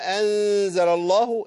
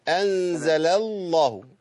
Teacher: يبقى انا كده ادغمت اللام بتاعت انزل مع لام اسم الجلاله · Shown in: first take · بقت انزل الله.